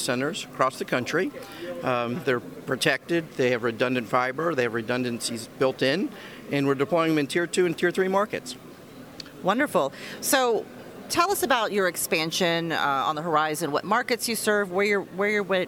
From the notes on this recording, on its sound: Live from PTC'20